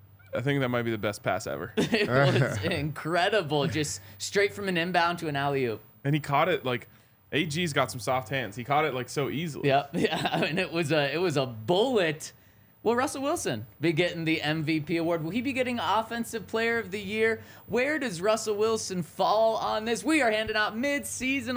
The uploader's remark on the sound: coming to you LIVE from the DNVR Bar